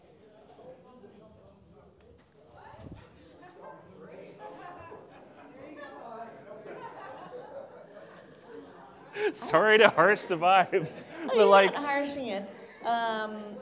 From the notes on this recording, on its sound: This episode was taped LIVE at Venture Cafe Philadelphia in November 2022.